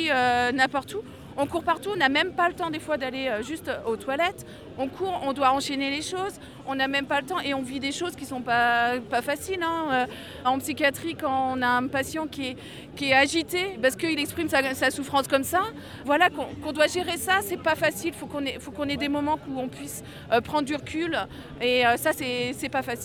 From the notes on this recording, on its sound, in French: Interviews enregistrées à Nantes le 14 janvier 2019 lors de la manifestation contre le projet de réforme des retraites…